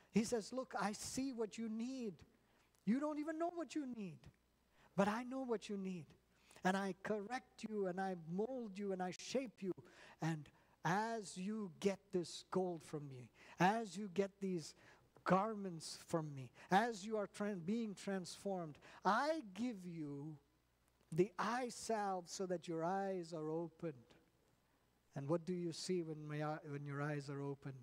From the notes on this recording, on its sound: at New Life Fellowship Church, Concord, NC